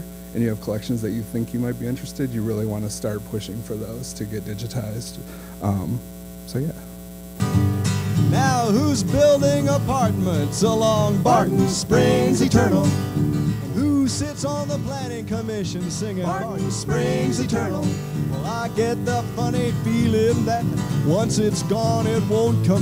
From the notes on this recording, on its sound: 2017 AASLH Annual Meeting Session Recording Recorded in Austin, TX.